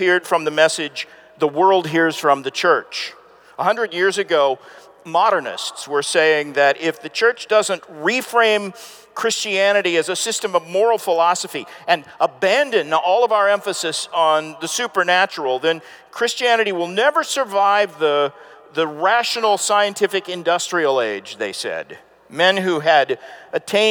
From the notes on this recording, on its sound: This presentation was given on January 16, 2019 at the Sovereign Nations 'Social Justice & The Gospel' Conference in Atlanta, Georgia preceding the G3 Conference.